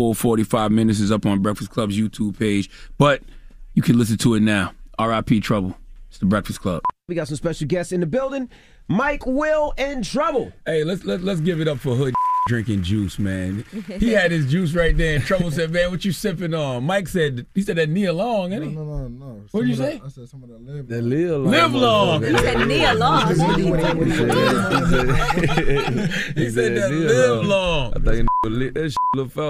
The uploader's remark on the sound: they opened the phone lines